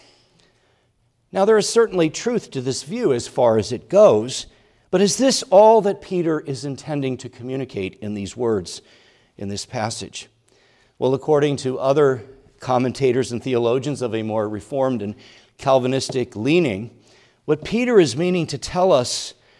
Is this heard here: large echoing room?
yes